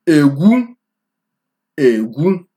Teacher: High tone, low tone.